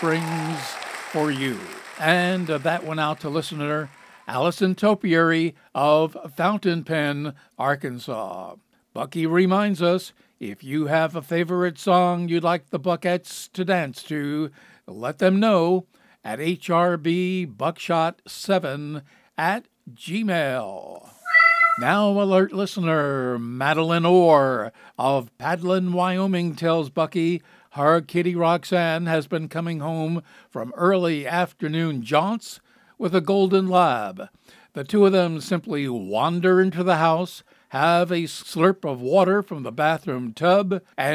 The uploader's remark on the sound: Live from New York’s historic Stranded Theater on Broadway.